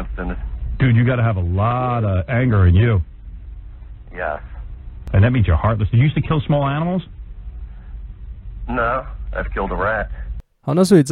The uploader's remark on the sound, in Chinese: call in 給廣播電台